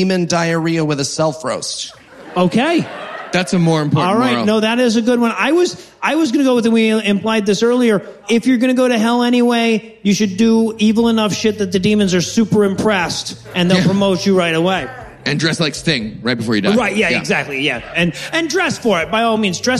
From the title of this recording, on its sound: Live from Toronto